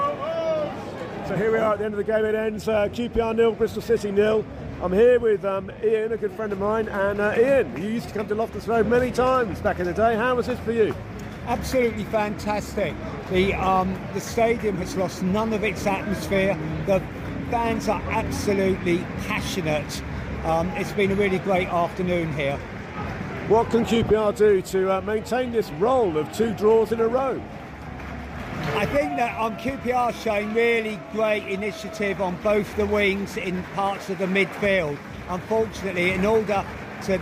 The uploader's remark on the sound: was recorded at whatever QPR’s ground is now called on Saturday 11 November 2023.